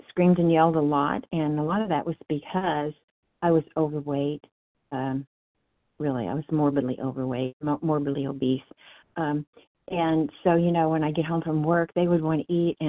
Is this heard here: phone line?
yes